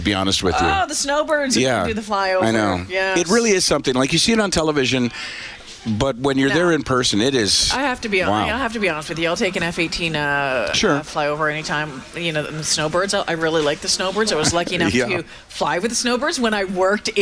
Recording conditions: busy venue